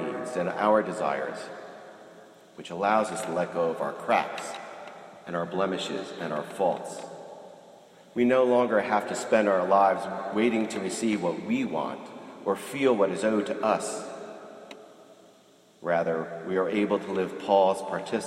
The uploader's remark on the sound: This morning I was invited to be a guest homilist at the Princeton Ecumenical Thanksgiving Prayer Service at the Princeton University Chapel.